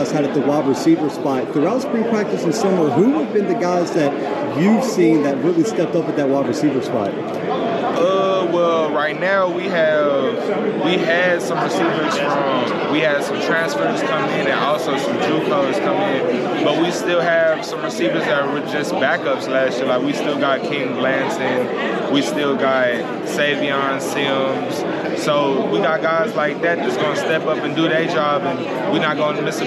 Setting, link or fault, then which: setting, busy venue